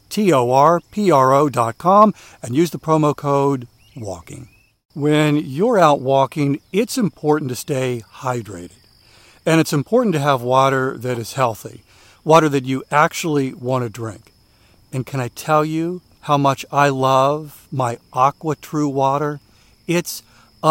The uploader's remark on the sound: During today's ten-minute walk